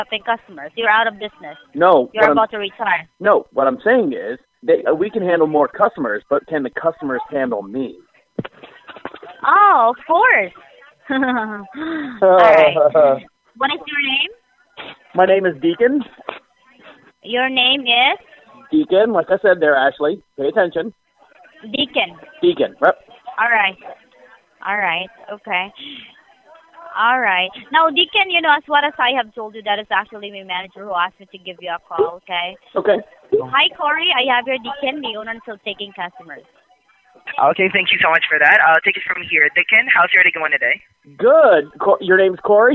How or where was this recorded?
phone line